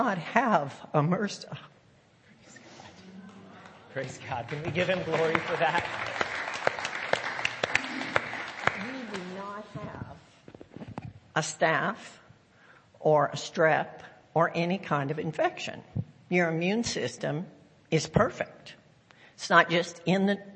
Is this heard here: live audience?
yes